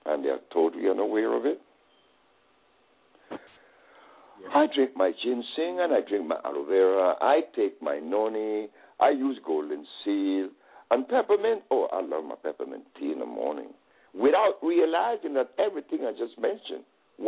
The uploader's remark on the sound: open up the lines and let the audience engage in a Q&A